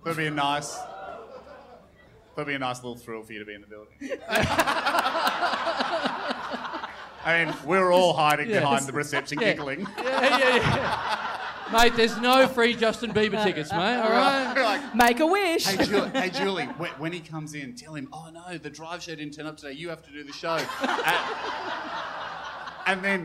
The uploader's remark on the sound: It's another classic two beer podcast LIVE from the European Bier Cafe.